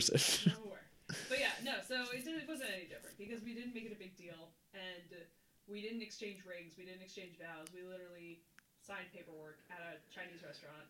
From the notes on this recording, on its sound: Audio issues and off the table topics getting in the way of a typical episode.